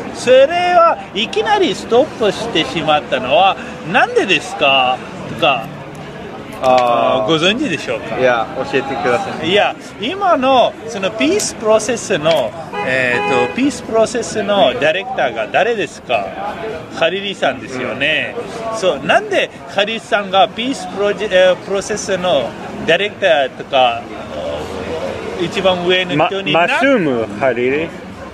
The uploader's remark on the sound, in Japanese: 外で録音しましたので、バックグラウンドはちょっとうるさくて、申し訳ありません